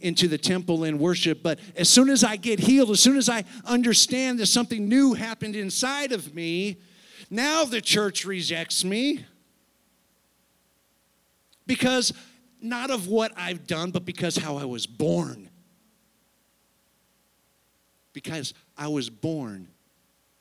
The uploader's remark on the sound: Sunday service, unedited recording